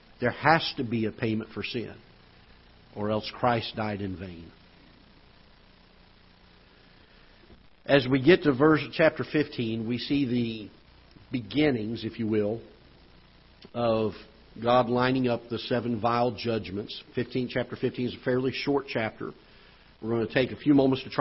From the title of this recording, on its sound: Ketha Heights Baptist Church ~ Live Broadcast